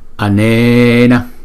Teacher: chữ E là hai nhịp, còn chữ A là một nhịp. Anena pun n chữ N có dấu nặng, chúng ta đọc là cong lưỡi lại và búng ra n dê đó.